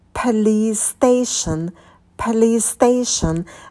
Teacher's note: в слове station на «т» не будет придыхания, потому что он идет после «с».